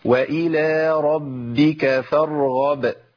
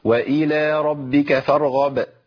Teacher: ناخد بالنا ان الباء المشدده لابد من نطق باءين · Shown in: first take